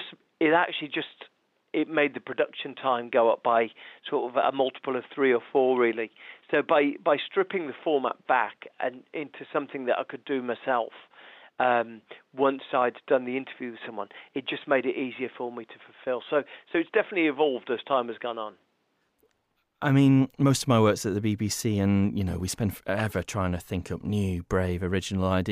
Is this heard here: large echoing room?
no